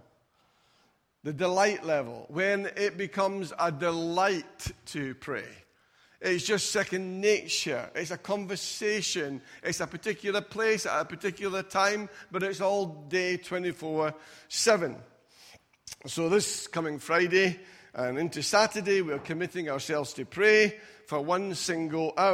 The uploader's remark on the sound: Recorded at freedomcentre church, Preston on Sunday 2nd February 2020